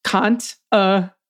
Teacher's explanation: Said with an Italian O, o cont, no, cont. O and a rolled R.